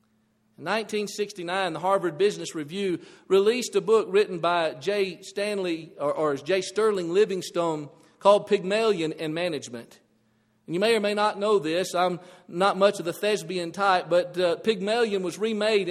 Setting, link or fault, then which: setting, large echoing room